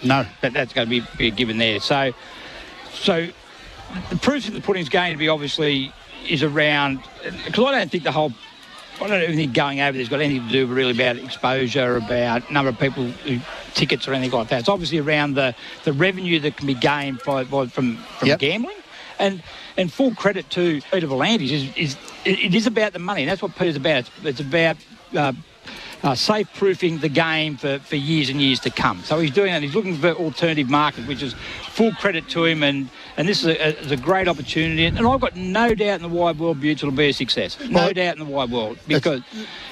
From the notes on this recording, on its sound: Live this week from Umina Beach surf club for the surfers with disabilities.